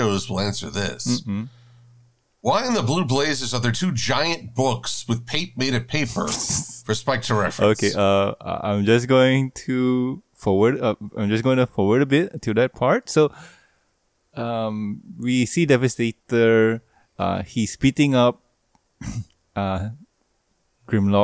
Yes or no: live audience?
no